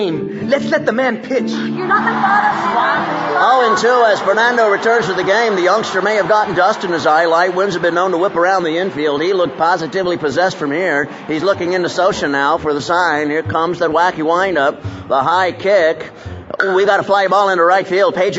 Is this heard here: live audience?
yes